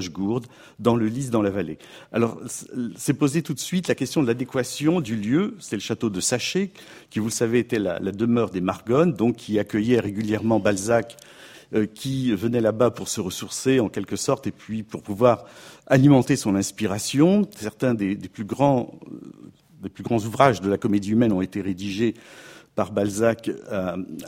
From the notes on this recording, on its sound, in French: enregistrée le 28 janvier 2016 dans le cadre du colloque « Mobiliers, ensembles, décors.